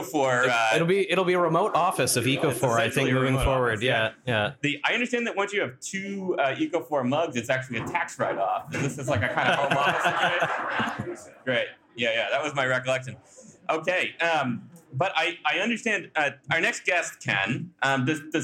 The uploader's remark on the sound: We're also in the same room, and joined by a whole crowd of people in the Riverside Room at Picaroons Roundhouse/540 North on the banks of the Wolastoq. It's our first live episode, recorded in Fredericton on February 20th as part of the APANB/UNB Anthropology sponsored "Night of New Brunswick Archaeology".